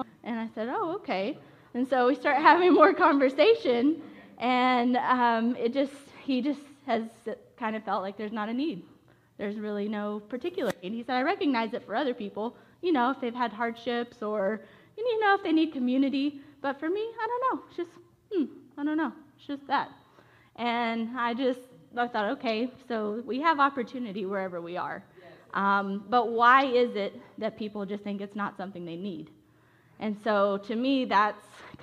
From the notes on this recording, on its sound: Originally recorded at The Church at Asheville in North Carolina on July 18, 2021. This episode of Life Talks with Connect Global on The Connection Podcast was originally recorded at The Church at Asheville in North Carolina.